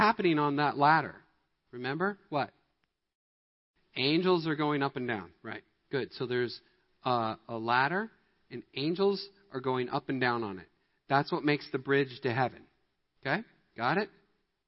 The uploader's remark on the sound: Midland Evangelical Free Church Sermon Audio